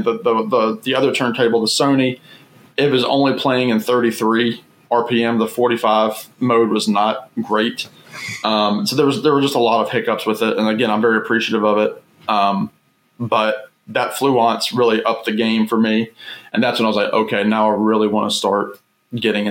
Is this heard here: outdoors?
no